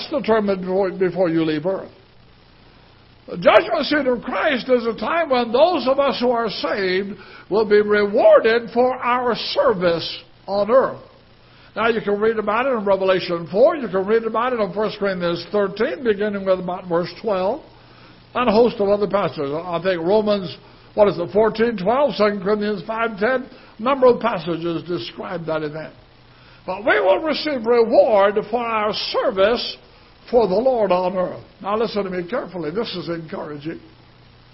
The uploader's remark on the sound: Ketha Heights Baptist Church ~ Live Broadcast